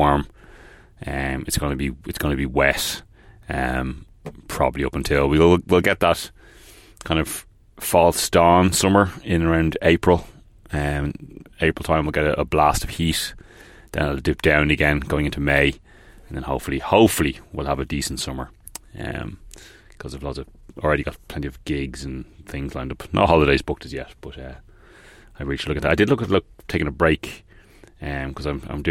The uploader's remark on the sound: Recorded on the fly in the Peugeot Partner.